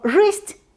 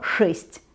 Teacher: Вот, например, возьмем слово «жесть» и слово «шесть». Они отличаются друг от друга звонкостью-глухостью своего первого согласного.